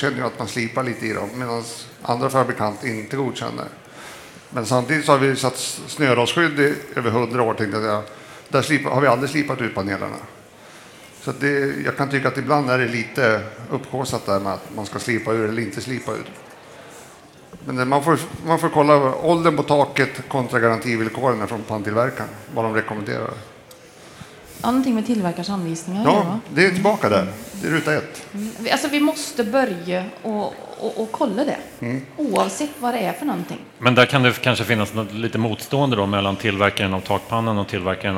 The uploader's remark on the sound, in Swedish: Elinstallapodden Live från Elfack